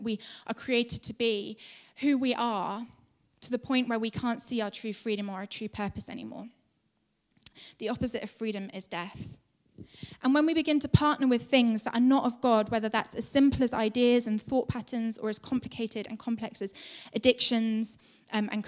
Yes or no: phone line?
no